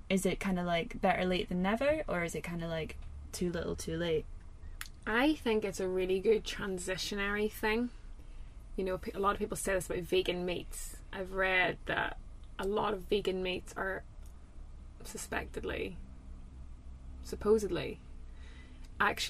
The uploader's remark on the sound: Recorded in a van in Málaga.